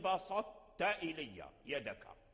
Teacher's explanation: لا، بقي جزء من الطاء، لأن لا يقدر التاء أن يدخل فيه الطاء. بقيت صفة الإطباق القوية لا تدخل في التاء